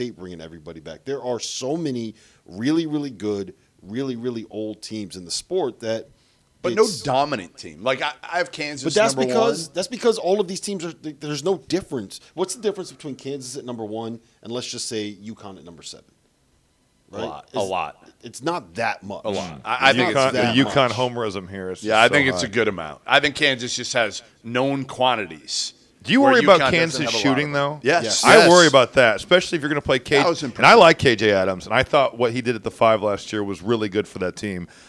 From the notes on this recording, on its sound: Live from the College Basketball Hall of Fame!